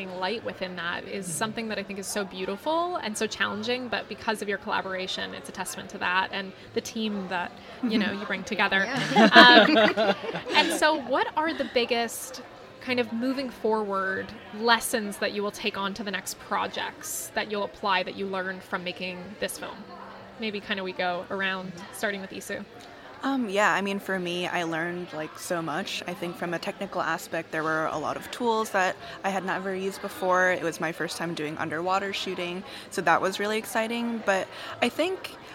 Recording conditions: busy venue